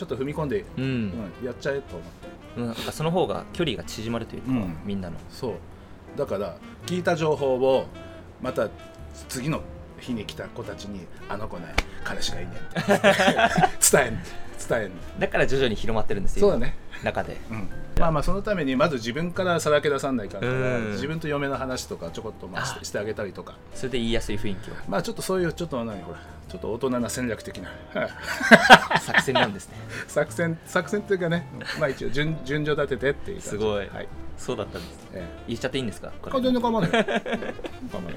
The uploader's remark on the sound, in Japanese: 奄美大島5日目。外で収録しているため、途中風によるノイズがあります。